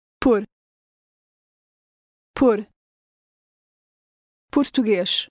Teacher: Note the rolled sound of the R in Português. Listen and repeat.